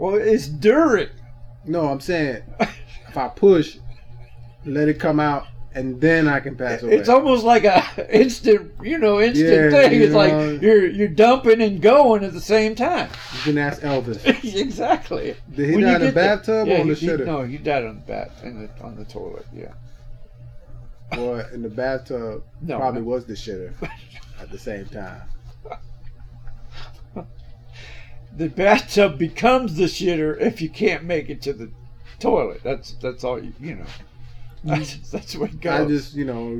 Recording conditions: poor sound quality